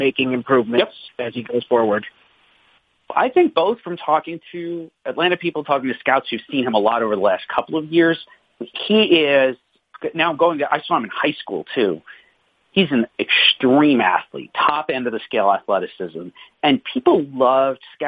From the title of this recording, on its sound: Conference Call